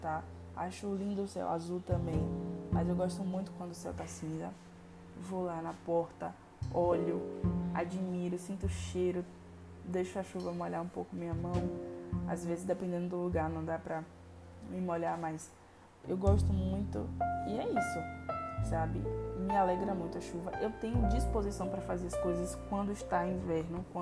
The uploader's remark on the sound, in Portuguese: perdoem os barulhos externos.